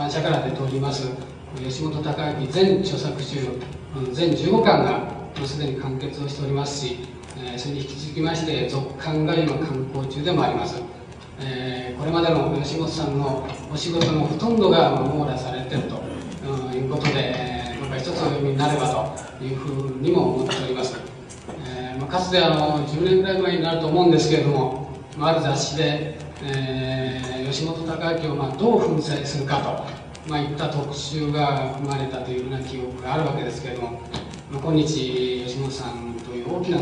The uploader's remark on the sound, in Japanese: 音質：２。主催：自治労山口県職員労働組合下関支部 場所：下関市水産会館。音質はあまりよくない。